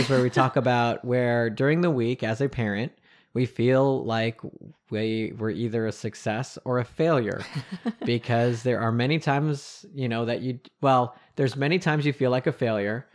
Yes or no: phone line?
no